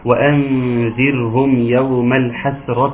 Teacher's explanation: وأنذرهم، هنا يراعى ترقيق راء، وأنذر لأن في كلمنا المرة اللي فاتت إن في حد بيقرأ يبقى عنده الراء دائما مفخمة.